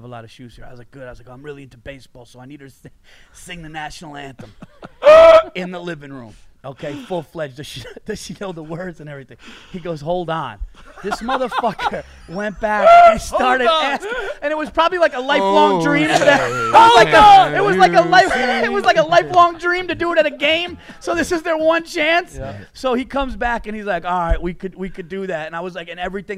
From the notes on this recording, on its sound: FROM THE ALL THINGS COMEDY FESTIVAL IN PHOENIX